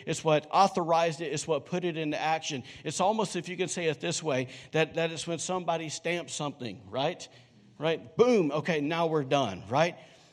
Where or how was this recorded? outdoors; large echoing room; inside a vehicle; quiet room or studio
large echoing room